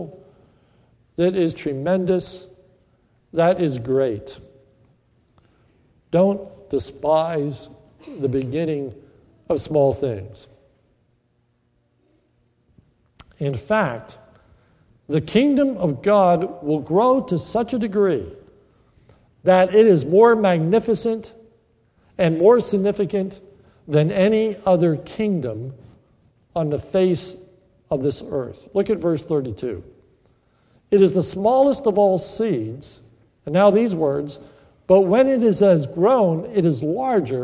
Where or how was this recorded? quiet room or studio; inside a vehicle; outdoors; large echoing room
large echoing room